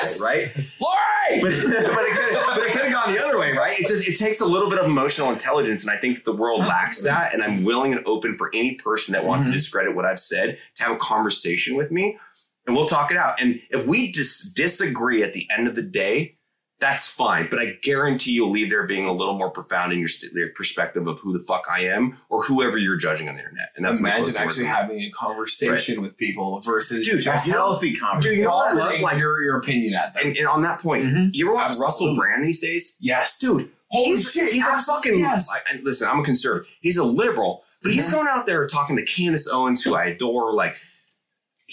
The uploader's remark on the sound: BAD AUDIO SORRY. THE AUDIO IS BROKEN. Just pretend we were drunk and filmed this on a cell phone. Hit the record button twice...THUS TURNING IT OFF...